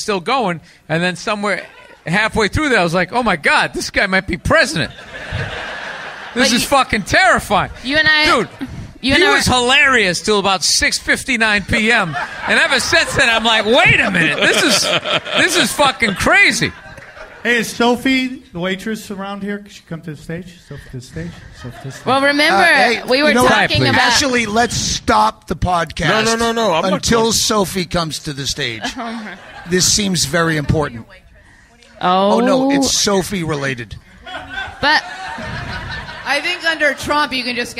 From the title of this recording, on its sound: Live from the Comedy Store